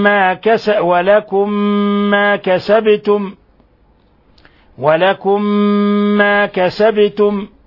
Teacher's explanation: لأن الميم الأولى ساكنة والميم الثانية متحركة، ولاقت الميم الثانية الميم الأولى بلا فاصل بينهما فندغم الميم الأولى في الميم الثانية · Term: إضغام مثلين صغير